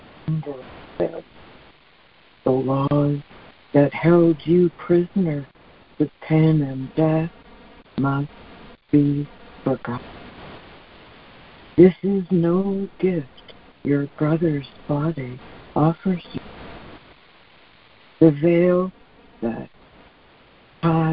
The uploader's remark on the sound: ACIM Daily Conference Call